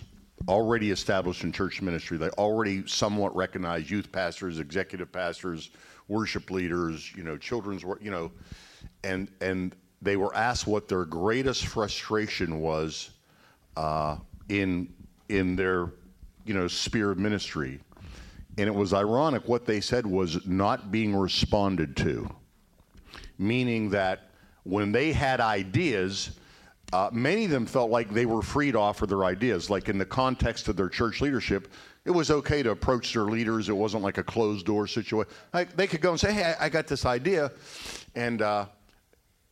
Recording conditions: live audience